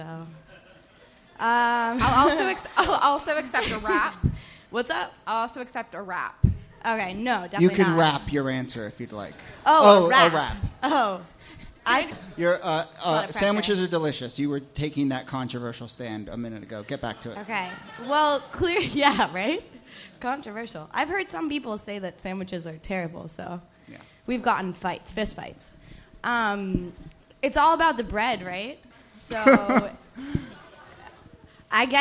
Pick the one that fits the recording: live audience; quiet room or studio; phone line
live audience